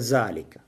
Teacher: «Ве» межзубную произносят как «з»